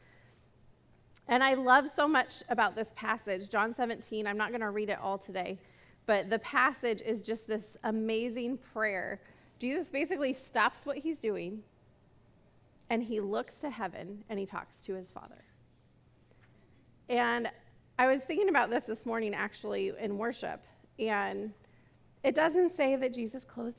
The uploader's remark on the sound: This message was recorded at a Sunday service on April 10, 2022